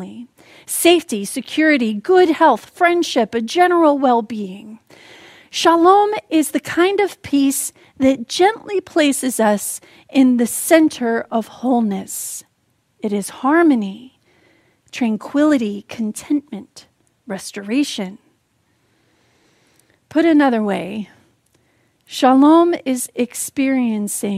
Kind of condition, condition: setting, large echoing room